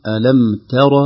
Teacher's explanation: نقول ألم تر، الراء مفخمة ولكن التاء لترقيقها وضعفها أحيانا تأخذ حظا من التفخيم فنقول ألم تر تاء، لكن الصحيح ألم تر بترقيقها هكذا ولا ندع الراء تؤثر عليها